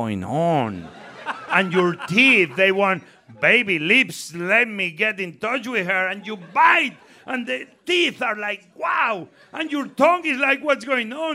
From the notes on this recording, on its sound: a live taping of What's Good